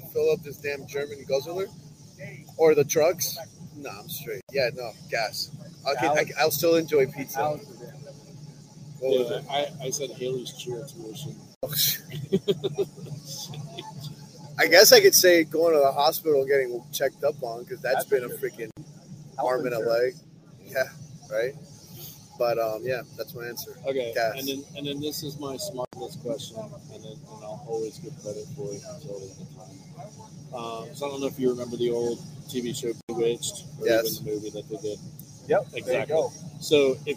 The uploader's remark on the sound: Sorry for the low audio so much background noise makes it tough, but here's Southern Detailers Conference Day 1.